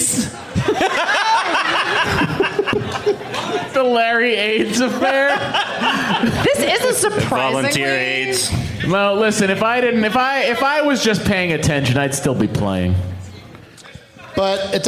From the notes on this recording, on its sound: Live from the House of Blues in San Diego